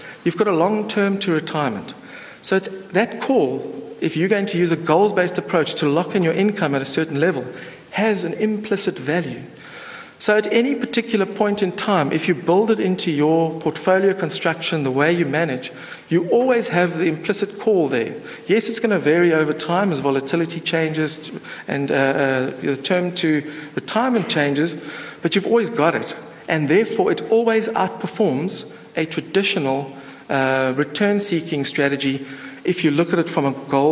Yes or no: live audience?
yes